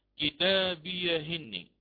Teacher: فهنا إن قرأت بالنقل للإمام ورش قرأت كتابيهن، سأنقل هذه الحركة من همز القطع على الكسر، أنقلها إلى الهاء الساكنة قبلها، فتحرك الهاء هاء السكت تحرك بالكسر